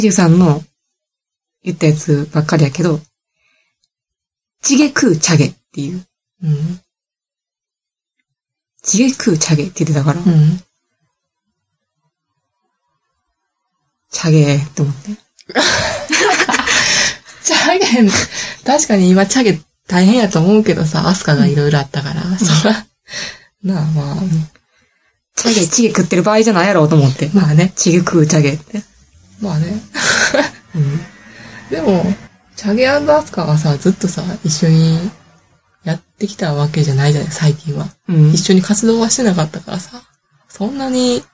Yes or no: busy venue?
no